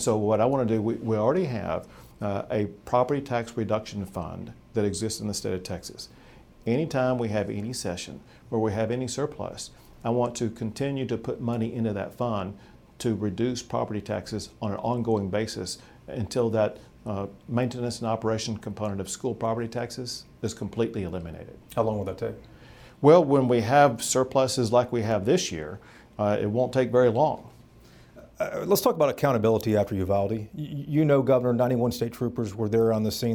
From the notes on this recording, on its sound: This is also the first Y’all-itics we’ve ever recorded in an airport bar.